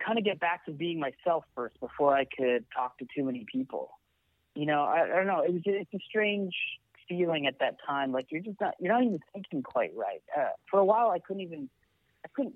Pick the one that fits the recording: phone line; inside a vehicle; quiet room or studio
phone line